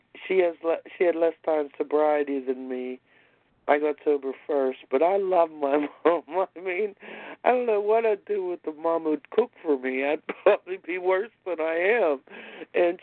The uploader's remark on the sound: 100 Pounders Phone Meeting